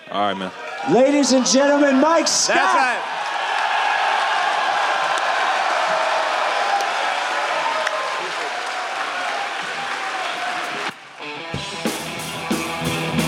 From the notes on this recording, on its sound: made a surprise appearance at Live Ricky IV, surprised the audience with a gift